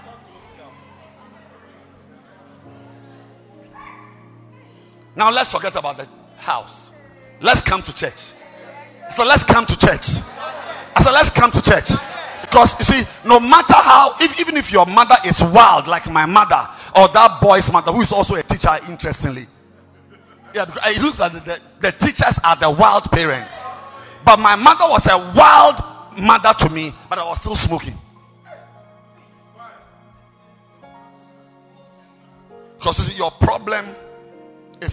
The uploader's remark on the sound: Preached at the FIRST WORKS SERVICE, AYENSU RIVER CATHEDRAL